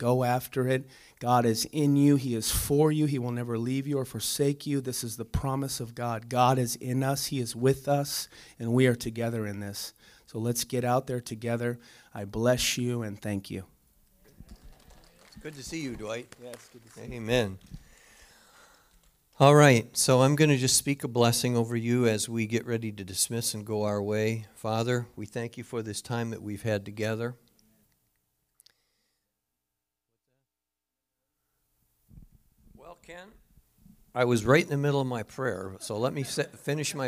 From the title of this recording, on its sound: Calvary Assembly of God live Stream